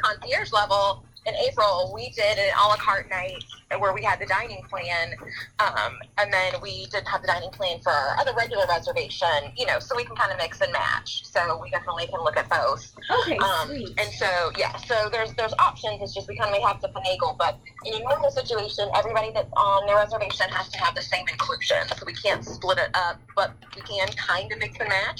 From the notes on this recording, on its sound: chats via phone